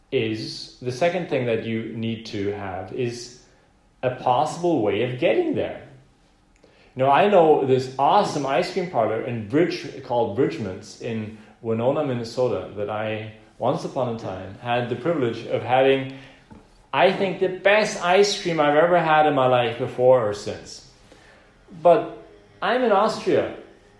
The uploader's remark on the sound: Preached this message on the 10th of May, 2020 in the "Zentrum Johannes Paul II. Center in Vienna, Austria.